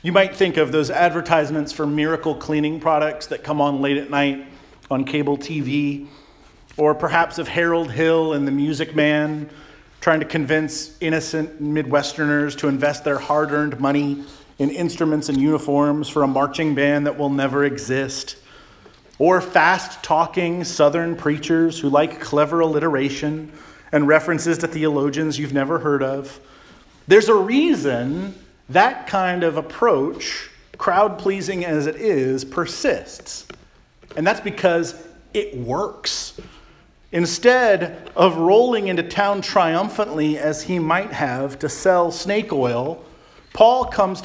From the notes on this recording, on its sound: Charles Anglican Cathedral, Bremerton, WA.